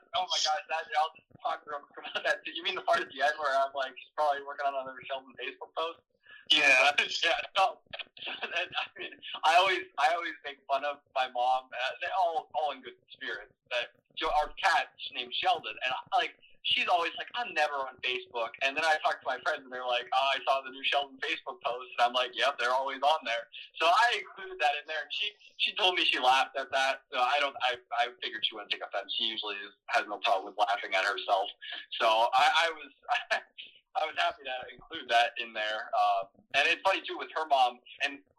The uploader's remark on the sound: UNEDITED PODCAST. Apologies for the audio quality during the recording.